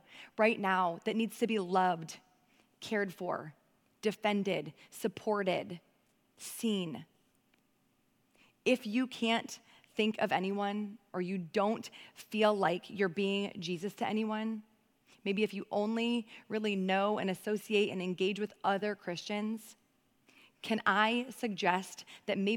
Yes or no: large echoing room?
yes